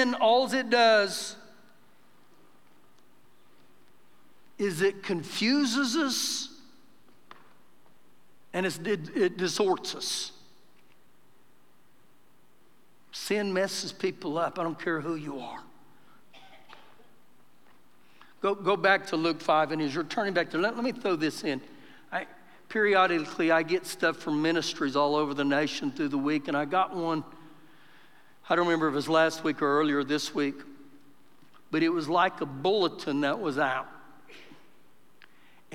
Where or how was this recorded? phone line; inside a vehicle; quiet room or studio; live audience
live audience